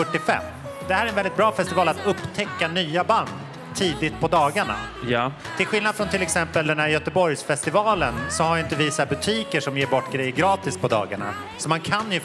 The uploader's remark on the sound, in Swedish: Mitt under pågående Popaganda-festival släpper vi en special-Pop-panel inspelad under förfesten på Trädgården.